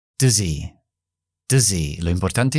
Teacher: En lugar de decir does he, vamos a debilitar does, does, y vamos a quitar la H.